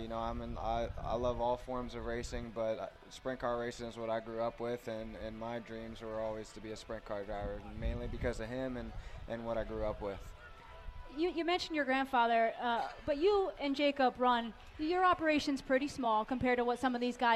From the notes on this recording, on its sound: Special edition of Winged Nation LIVE from the Nashville Fairgrounds!